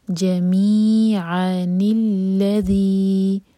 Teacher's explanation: تو نون ساکن پر کسرہ لگائیں گے اور پھر لام سے جوڑیں گے تو یہ بنے گا جمیعاً الذی.